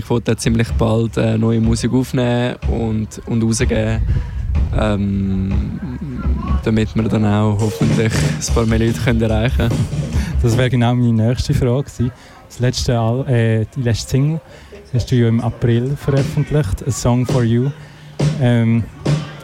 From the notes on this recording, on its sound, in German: Live vom kleinLaut Festival in Riniken. KleinLaut Festival Riniken. Live vom kleinLaut Festival in Riniken.